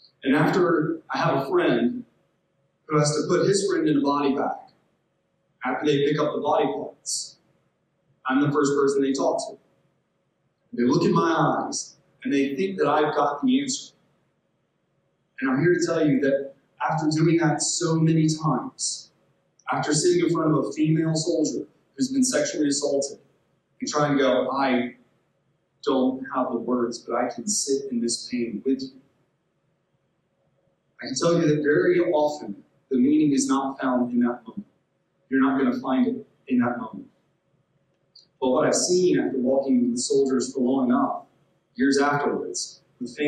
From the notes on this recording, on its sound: Giving a talk at our old stomping grounds where we first met- Gardner-Webb University. The sound on this one is a bit different because it was recorded in a different place and format.